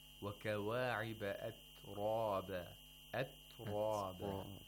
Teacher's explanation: The voicelessness of the ta, and also the stop, the feature of a stop. Yeah, being plosive. · Term: being a plosive